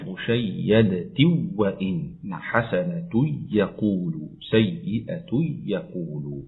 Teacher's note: ترك الغنة في الواو والياء في قوله مشيدة وإن لذلك وصلناها حسنة يقول سيئة يقول، ترك الغنة لخلف عن حمزة قولا واحدا، وبالغنة لخلاد قولا واحدا.